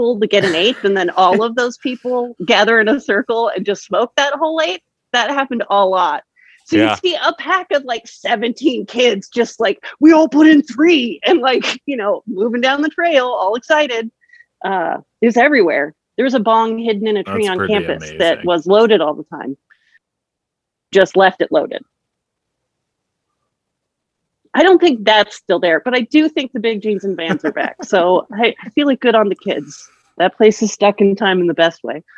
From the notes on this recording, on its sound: Zoom with the hilarious and thoughtful comedian.